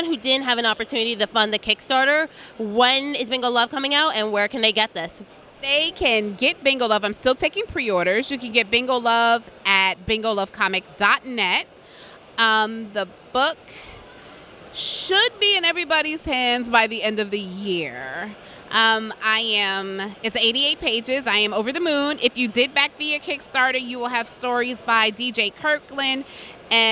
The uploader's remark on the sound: Interview at Five Points Festival 2017!